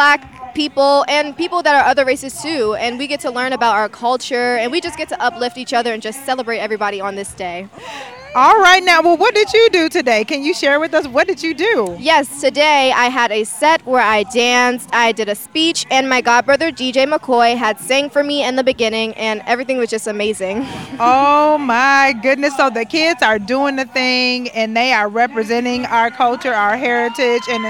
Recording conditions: busy venue